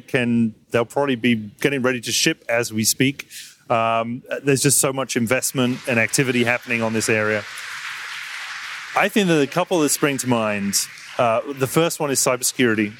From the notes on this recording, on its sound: live at the AWS Summit in New York City